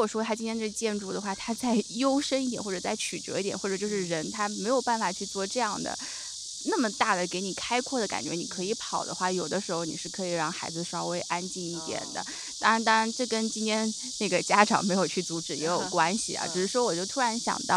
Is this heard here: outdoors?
yes